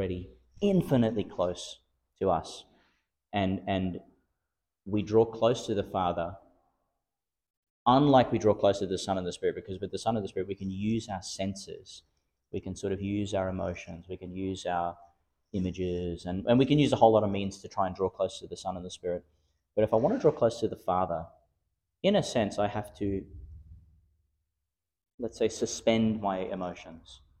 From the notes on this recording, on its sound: Homily for the Solemnity of Corpus Christi, delivered in St Peter Chanel Catholic Church, Miriam Vale, Qld.